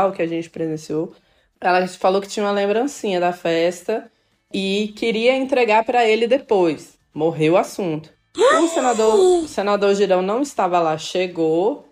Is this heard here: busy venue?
no